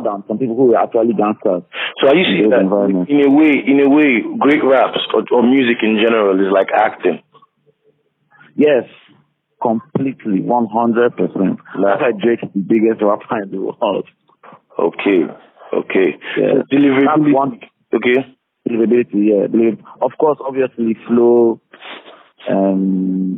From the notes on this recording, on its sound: over the phone